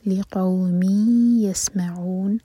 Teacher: کسرہ کی تنوین کے بعد یا ادغام غنہ کے ساتھ